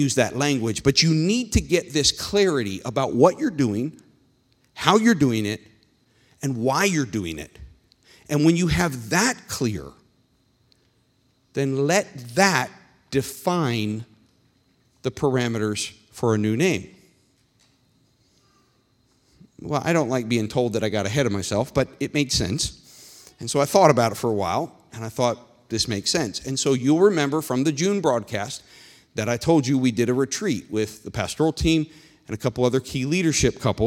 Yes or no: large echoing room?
yes